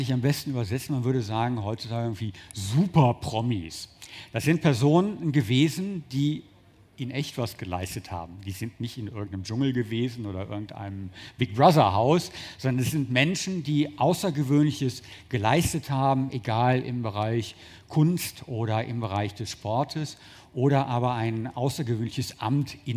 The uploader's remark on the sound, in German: 2018 im RP-Zelt beim Campfire-Festival in Düsseldorf.